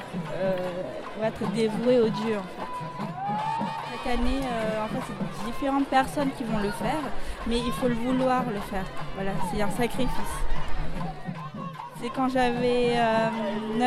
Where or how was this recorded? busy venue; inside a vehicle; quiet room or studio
busy venue